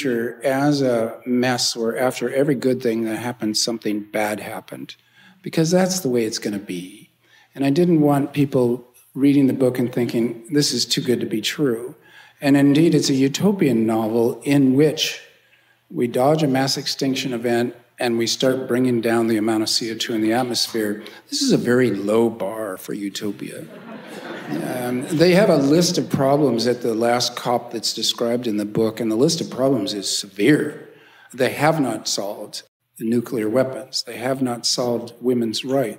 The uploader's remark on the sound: Hosted by the Kroc Institute for Peace and Justice, the science fiction writer gives a lecture recorded in front of a live audience at the University of San Diego’s Peace & Justice Theatre. After the lecture, the author takes questions from Kroc School students.